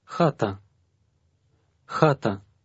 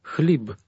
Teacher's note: Number 20 begins with an H, which represents a kind of weakened K, almost a combined KH, as in the German pronunciation of Bach.